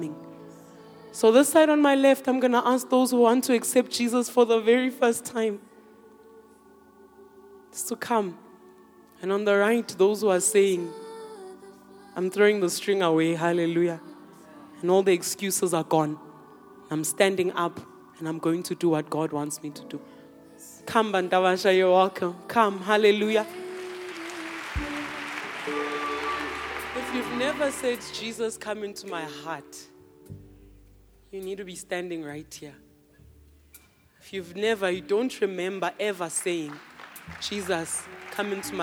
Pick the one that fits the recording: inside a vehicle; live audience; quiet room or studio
live audience